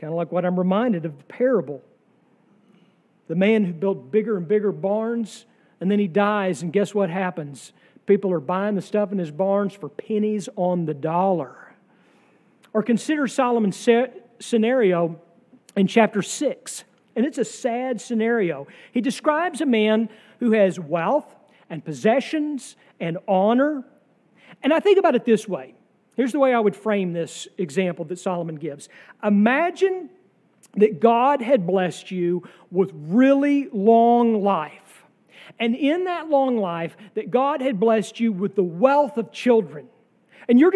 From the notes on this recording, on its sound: sermon from our worship service on July 9, 2023